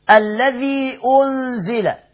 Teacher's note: اللام الشمسية والذال، إخراج اللسان في الذال